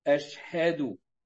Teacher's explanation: همزة قطع واضحة والهاء مظهرة والدال مرققة